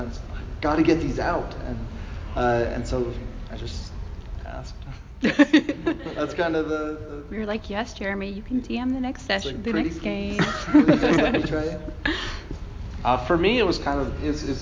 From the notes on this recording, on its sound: This is a the DM panel from Salt Lake Gaming Con!